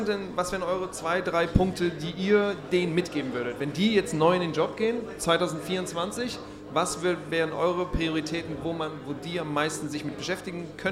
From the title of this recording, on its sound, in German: Live vom Stadtwerke Impact Day